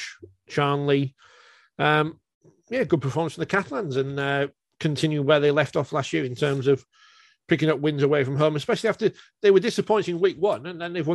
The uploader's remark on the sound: Forty20 NOT LIVE. We're back on pre-record via Zoom.